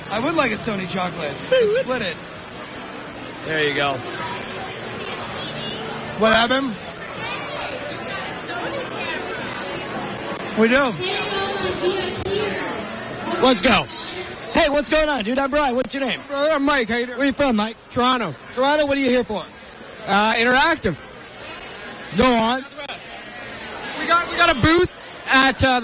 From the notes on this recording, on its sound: SXSW Sunday's Live Coverage. Live coverage of SXSW Sunday afternoon.